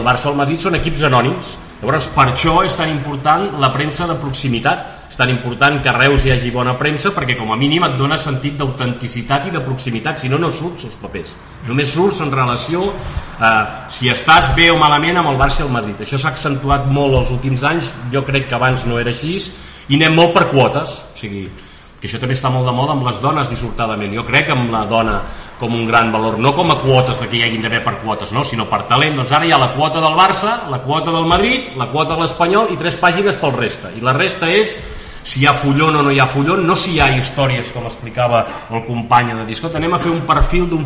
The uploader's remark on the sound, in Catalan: enregistrada a la Germandat de Sant Isidre i Santa Llúcia